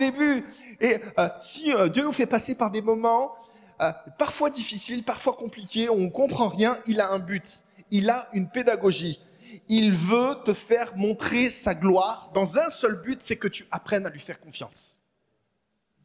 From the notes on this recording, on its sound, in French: Enregistré à l'église CVV, le 27/11/2022